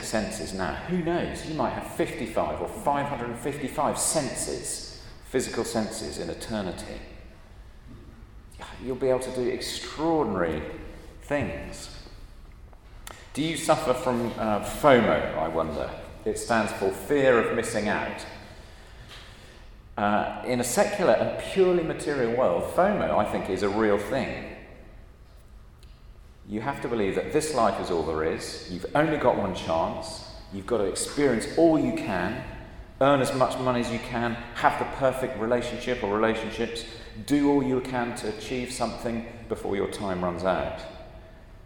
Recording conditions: large echoing room